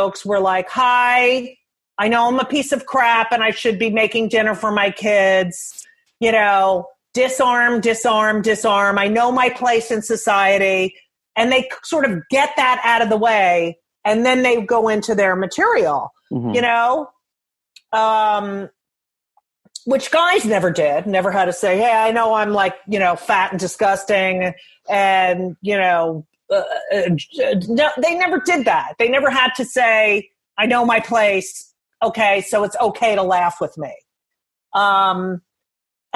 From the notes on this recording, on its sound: Willing to talk to me during quarantine over Zoom.